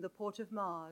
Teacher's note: Because what you're hearing is some of those original features of English that have now gone from received pronunciation, but which are still very strongly present in regional dialects, regional accents. So you hear the R after the vowel